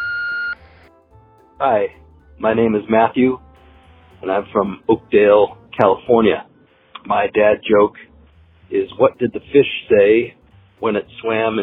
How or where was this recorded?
phone line